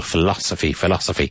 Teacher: Emphasis on the second syllable.